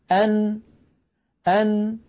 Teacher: خرجت بقرع طرف اللسان لما يحاذيه من غار الحنك الأعلى. إذن نخلص إلى نتيجة: الحرف الساكن يخرج بالتصادم بين طرفي عضو النطق. · Term: النون الساكنة